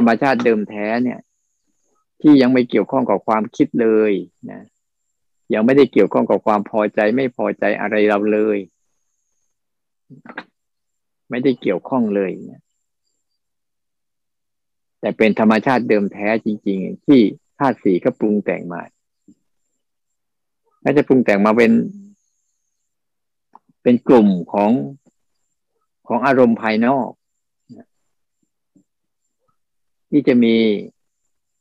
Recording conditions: video call